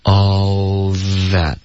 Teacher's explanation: all 舌尖碰到上齿就行了，不要想着是咬舌尖，因为你不需要导致一个干脆的停顿。对，你先把那个 all，先把那个舌尖呢，先顶在那个上齿那个地方，就为下一步发 th 的咬舌的时候稍微做点准备。对，是吧？对。你说要是都停顿的话，那你就跟前面那三个没什么区别了呀。对，不一样。其实 n 的发音也不用， n 是一个鼻音，所以你说比如 onthat，这个时